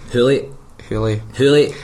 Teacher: That's a glottal stop, so it would be Hewlett.